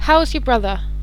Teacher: The falling tone is used for statements, commands, and for WH questions. The voice rises sharply earlier in the sentence and then falls on the key word being stressed.